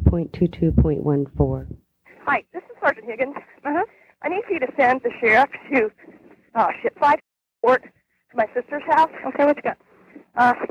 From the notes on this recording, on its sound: On this recorded call, you will hear a play-by-play of what occurred.